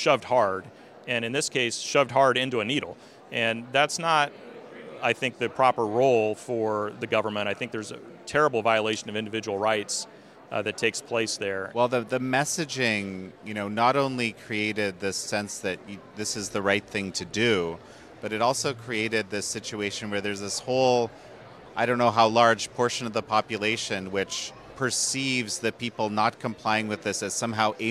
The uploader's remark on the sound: At the Conservative Political Action Conference